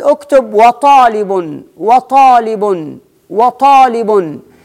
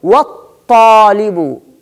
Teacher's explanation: إذا حذفت اللام في النطق عوض عنها في النطق بتشديد الحرف الذي يليها، الحرف الذي بعدها · Shown in: second take · Term: الشدة